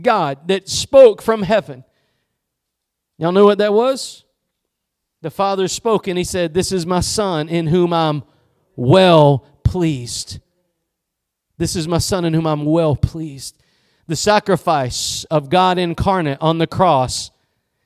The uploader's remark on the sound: Preached at Gospel Lighthouse in Bossier City, La.